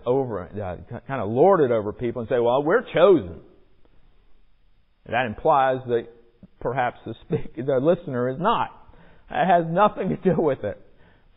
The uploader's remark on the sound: Recorded in the sanctuary of MPPC